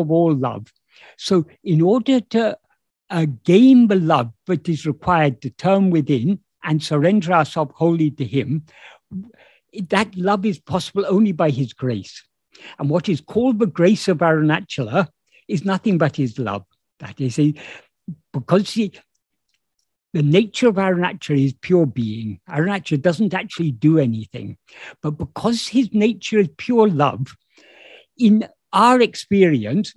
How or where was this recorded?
video call